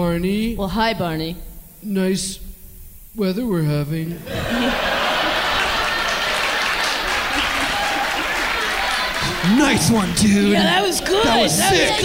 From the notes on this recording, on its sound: live at the Dynasty Typewriter in Los Angeles